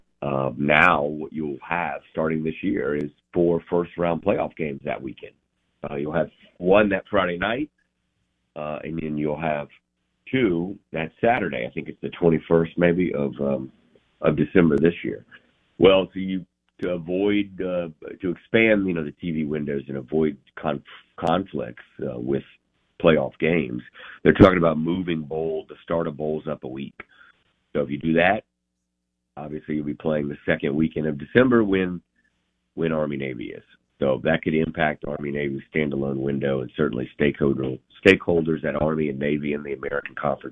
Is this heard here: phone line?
yes